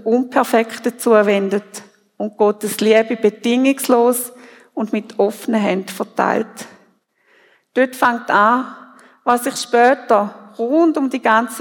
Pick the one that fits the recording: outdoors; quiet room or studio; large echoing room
large echoing room